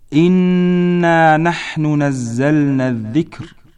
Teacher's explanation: مخرج النون، ويكون ما بين اللسان وما يحاذيه من لثة الثنيتين العليين، وهو قريب من مخرج حرف اللام.